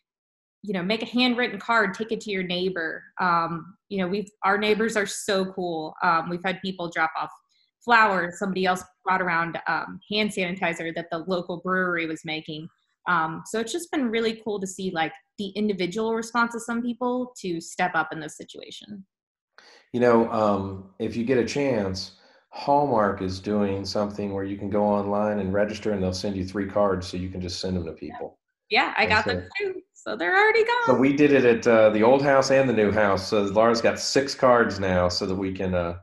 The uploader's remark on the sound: Via Zoom.